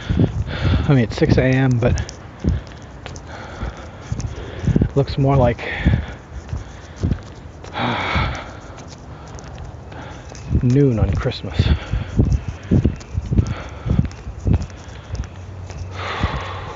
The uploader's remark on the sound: my first time recording the walk.